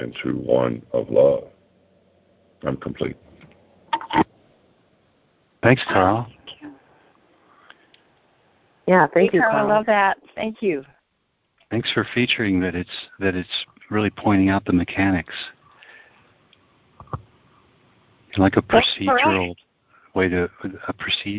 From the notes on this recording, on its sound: ACIM Daily TEXT Conference Call